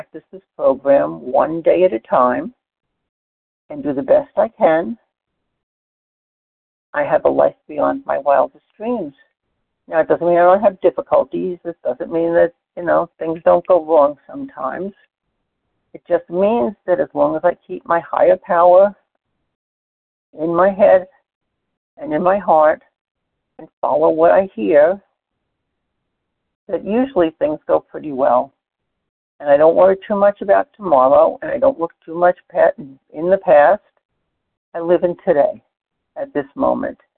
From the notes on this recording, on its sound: 100 Pounders Phone Meeting, 7/18/23